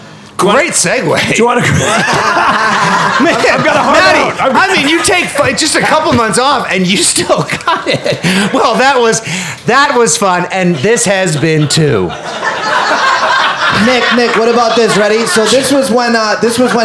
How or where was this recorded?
live audience